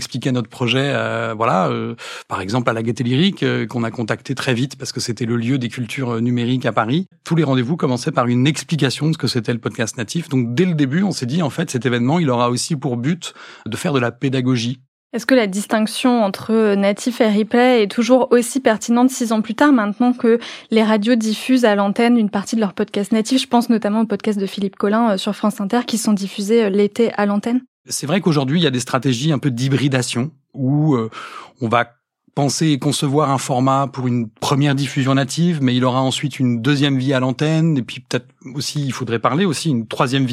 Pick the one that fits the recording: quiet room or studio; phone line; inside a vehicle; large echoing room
quiet room or studio